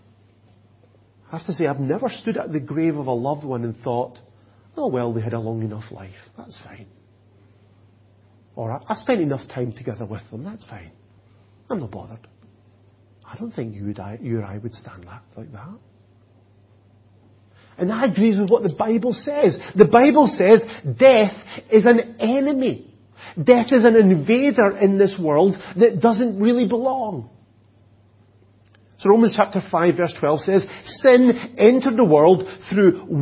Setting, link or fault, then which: setting, large echoing room